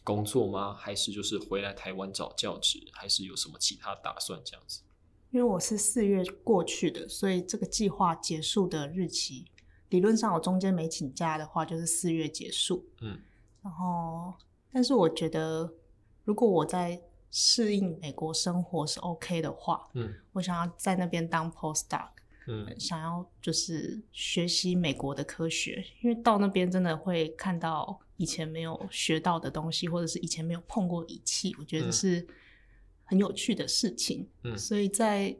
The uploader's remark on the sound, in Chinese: 另外我發現用iPad的GarageBand錄音，自帶的Reverb超重都調不掉，導致聲音的空間感太重